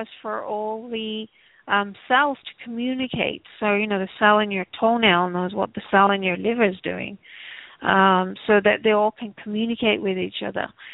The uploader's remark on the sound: Takes your calls for healing live today!